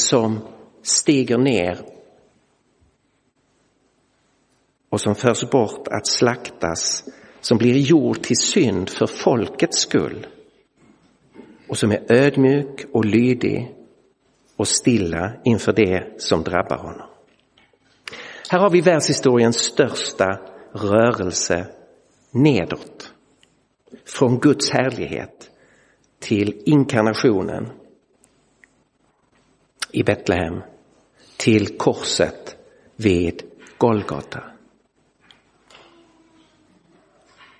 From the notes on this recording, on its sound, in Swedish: Inspelad i Roseniuskyrkan den 2 april 2023.